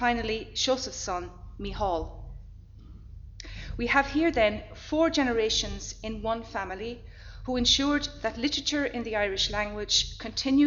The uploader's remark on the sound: Library Lunchtime Lecture. Location: Academy House.